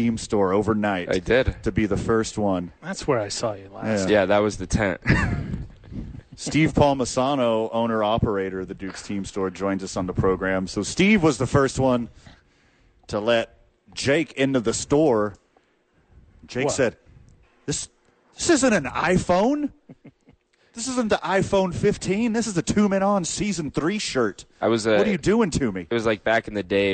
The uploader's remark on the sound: live from The Duke's Store